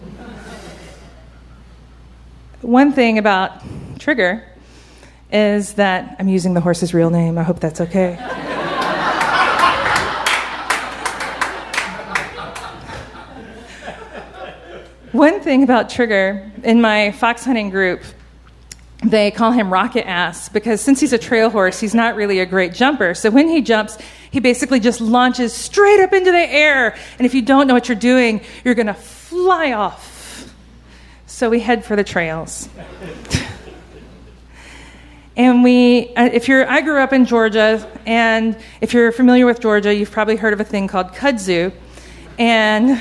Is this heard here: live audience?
yes